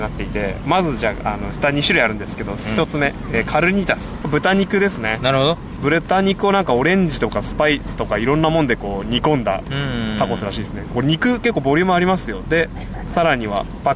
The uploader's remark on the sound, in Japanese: 赤レンガ倉庫でタコス祭りロケ。そんな最中、すぐ側で勃発した女子高生VSおじいさん。